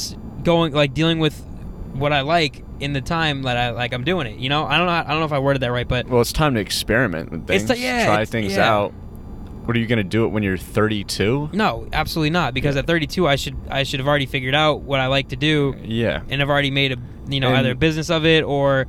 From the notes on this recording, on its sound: We go to our first open mic. Half we recorded on the way to the mic, and half was recorded on the way back.